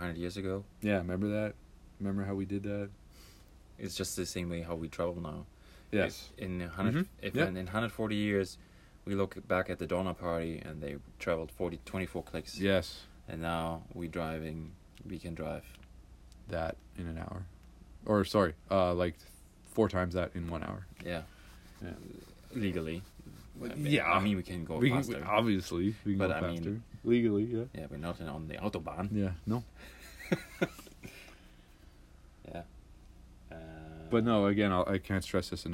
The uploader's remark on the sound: As always this is recorded on an iPad with Anchor!